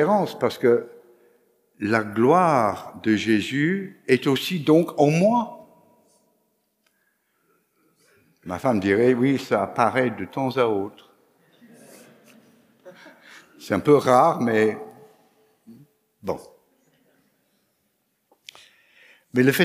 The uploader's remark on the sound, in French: Enregistré à l'église CVV, le 19/09/2021